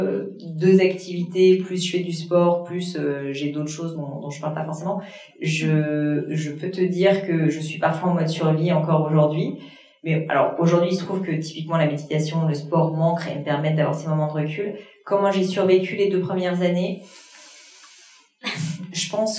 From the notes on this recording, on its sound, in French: L'épisode étant enregistré en live via un matériel que je ne maîtrisais pas, le son est malheureusement un peu moins qualitatif que d'habitude et j'en suis désolée